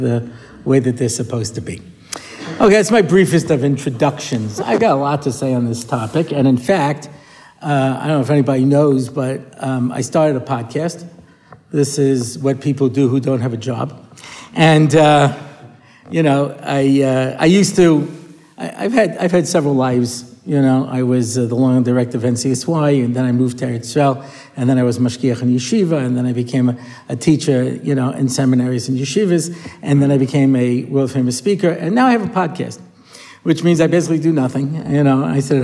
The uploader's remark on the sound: A new parasha shiur, recorded at the Motzei Shabbos Har Nof shiur.